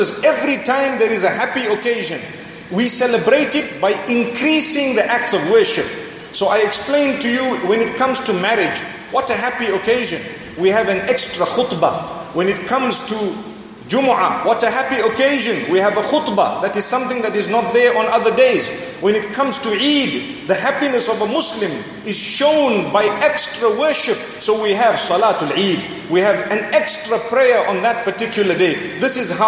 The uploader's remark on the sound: Delivered at University of Technology Malaysia